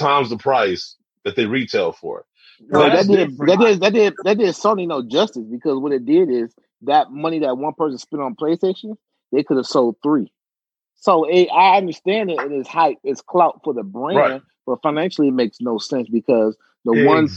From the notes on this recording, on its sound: We're recording the show via Zoom.